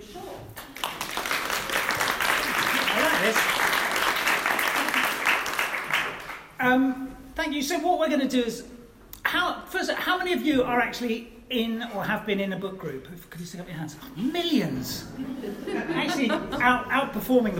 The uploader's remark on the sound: A special live podcast for Brighton City Reads 2018.